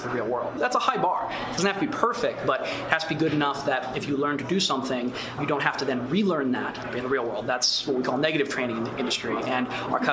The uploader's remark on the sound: Live from CES 2020 in Las Vegas!